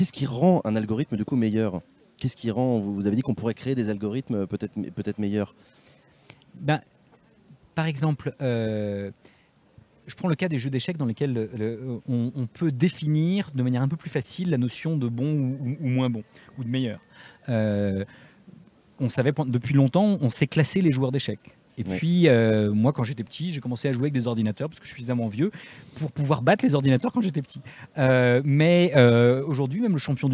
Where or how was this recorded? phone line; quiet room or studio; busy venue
busy venue